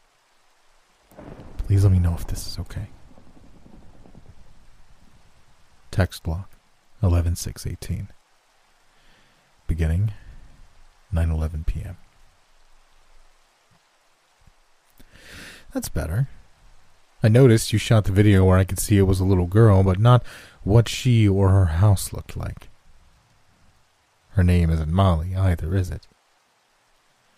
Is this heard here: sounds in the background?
yes